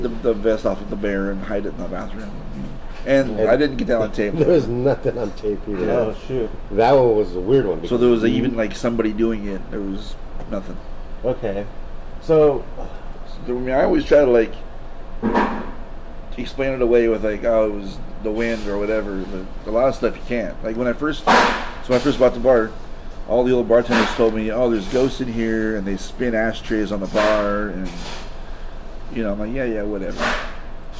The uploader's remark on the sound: I did his interview while the bar was just opening, and there is quite abit of background noise. Personally, i feel that the bartender knew we were talking about the hauntings at the bar, and she didnt want us talking about it, so she made extra noise to disrupt the recording.